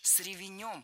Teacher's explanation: Ударение в русском языке подвижное, и оно у нас передвинулось на окончание. И беглой гласной здесь быть не должно.